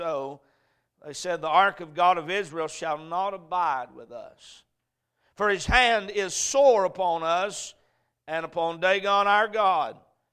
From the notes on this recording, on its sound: A message preached at Crossroads Baptist Church